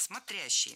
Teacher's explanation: Ударение падает на второй слог.